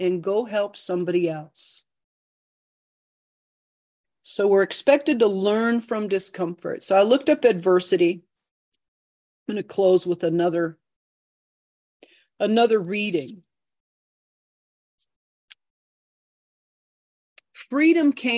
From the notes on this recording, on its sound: This zoom meeting was recorded in January 2024.